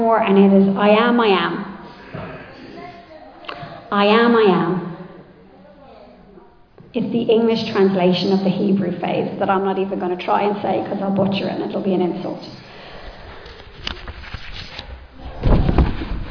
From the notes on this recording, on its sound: Recorded live in Liberty Church on 7 January 2024